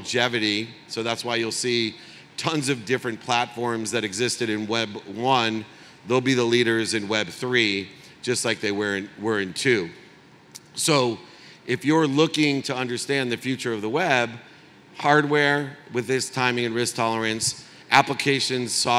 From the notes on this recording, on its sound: speaks at the AIBC Conference in Dubai